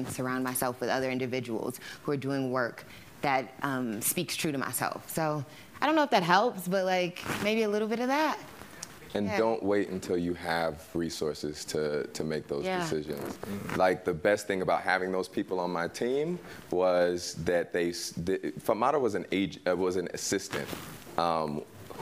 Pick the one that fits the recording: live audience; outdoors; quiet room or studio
live audience